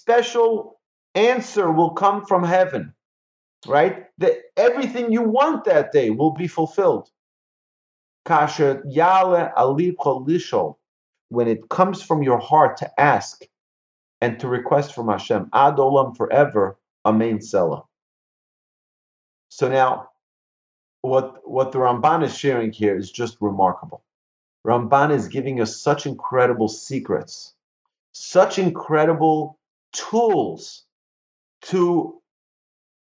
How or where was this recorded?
video call